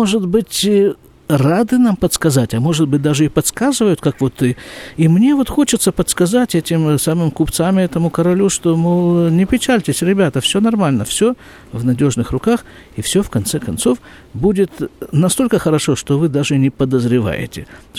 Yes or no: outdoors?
yes